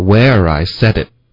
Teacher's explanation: 我发现他那个 it 他都没说，好像对，吞了都